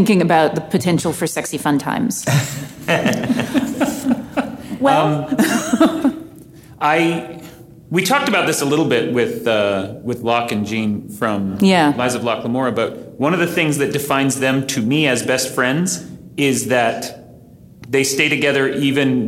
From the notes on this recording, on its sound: Joined us at Phoenix Comic Con for a live-audience Q&A session about Elemental Relationship writing. This episode was recorded live at Phoenix Comic-Con.